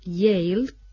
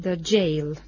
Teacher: no confundir la consonante aproximante ye con el sonido africado j